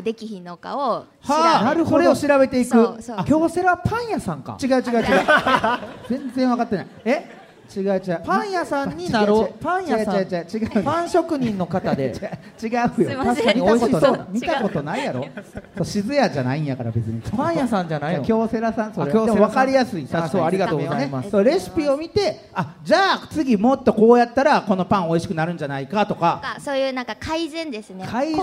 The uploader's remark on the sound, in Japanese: 京セラ本社に来ちゃいましたスペシャル。京セラで出張公開収録やりました！